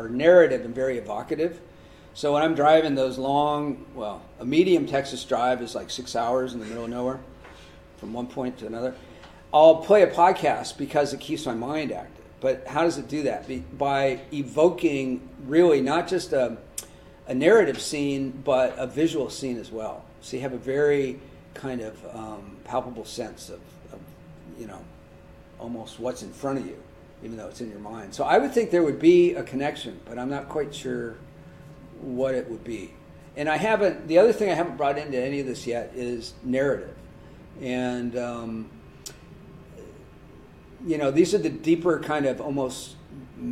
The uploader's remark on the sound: This O3C Seminar Series event was recorded February 27, 2020, at Loughborough University and was co-sponsored by the Centre for Research in Communication and Culture at Loughborough.